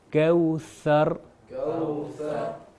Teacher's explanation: سا کا تلفظ جو ہے اوپر اور نیچے والے دانتوں کے درمیان سے ہو رہا ہے، یعنی زبان تھوڑی سی باہر جائے گی